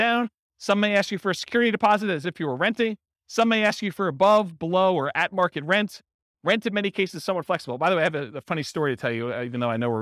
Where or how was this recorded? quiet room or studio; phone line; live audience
live audience